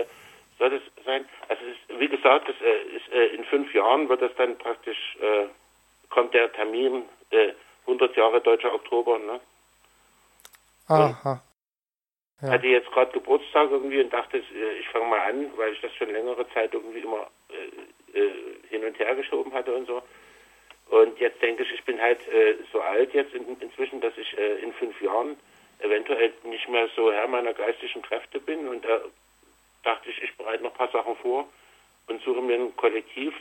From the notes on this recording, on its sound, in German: Lesung und Gespräch am Telefon